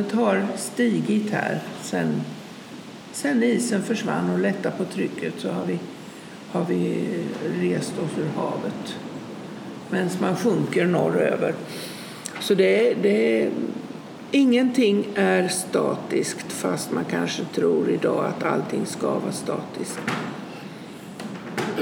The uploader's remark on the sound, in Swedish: Jag valde att göra ett program om vikingatider som ligger precis utanför Löddeköpinge. Jag träffar dem i Gillehallen och får spela in programmet med all stämning som gamla vikingaspöken och vinden utanför kan hjälpa till att skapa, därav alla bakgrundsljud.